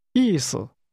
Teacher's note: Did you hear the two falling tones?